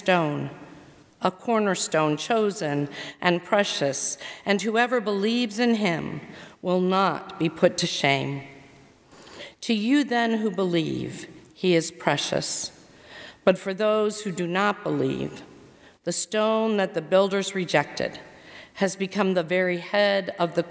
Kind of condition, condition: setting, large echoing room